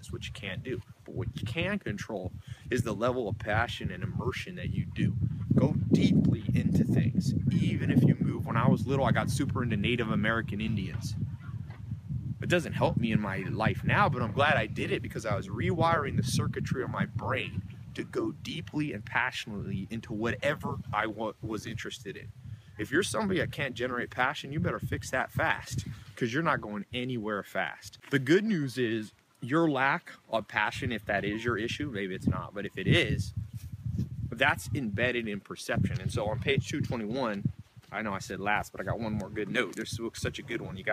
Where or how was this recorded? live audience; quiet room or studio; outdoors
outdoors